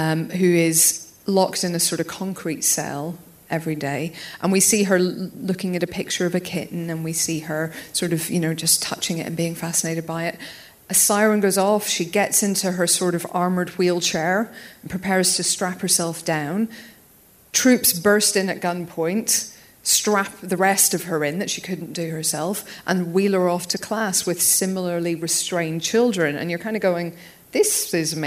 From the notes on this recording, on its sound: a sold-out audience join us for a very special live podcast, direct from Empire Live at The O2 in London